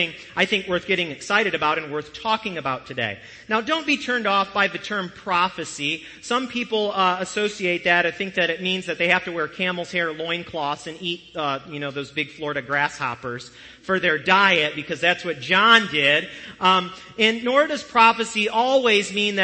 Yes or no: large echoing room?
yes